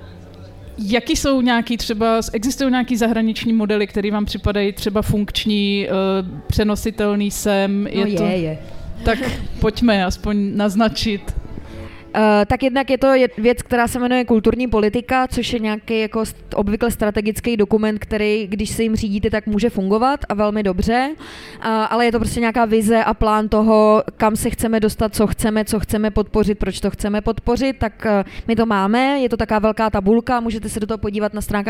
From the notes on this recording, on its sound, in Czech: Na pódiu ve festivalovém stanu